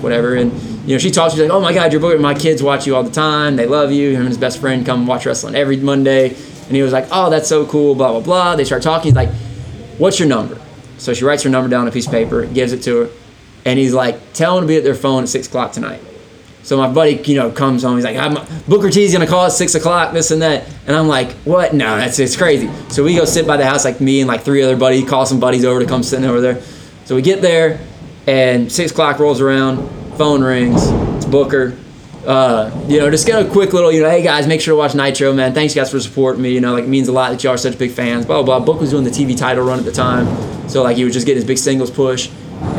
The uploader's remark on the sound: Coming to you straight from the heart of South Houston ,at the Booker T world Gym Arena